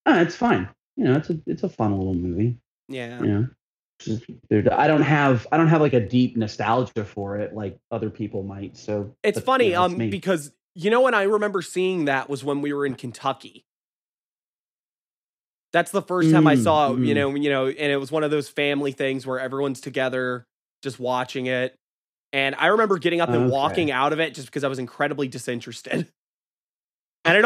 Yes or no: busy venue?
no